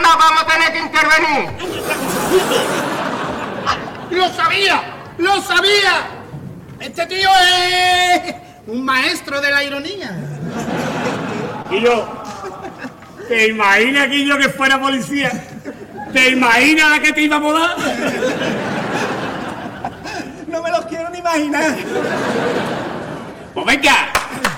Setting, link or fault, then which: setting, live audience